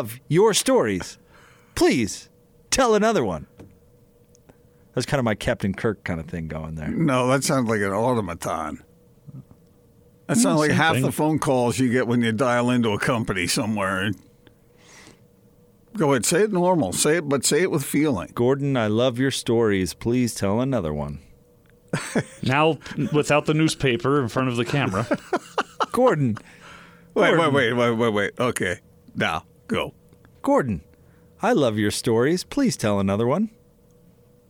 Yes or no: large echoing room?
no